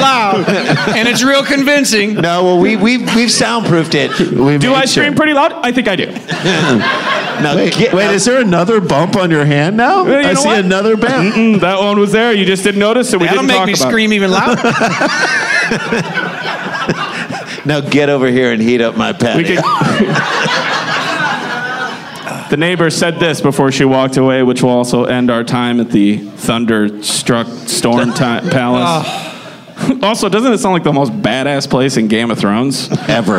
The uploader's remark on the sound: LIVE from Chicago!